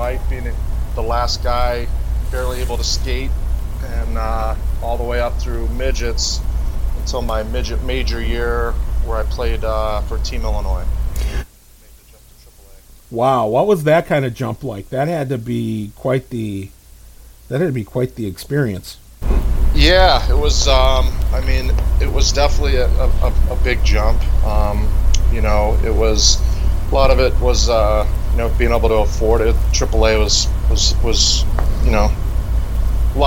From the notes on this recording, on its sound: Some audio difficulties